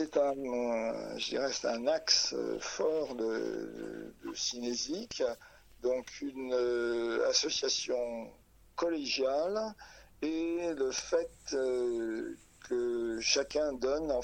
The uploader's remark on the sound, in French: Entretien téléphonique